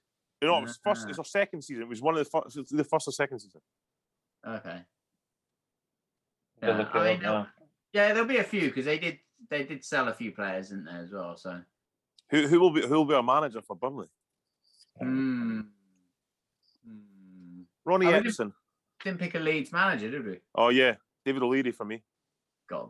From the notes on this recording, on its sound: The Football Humans are back on Zoom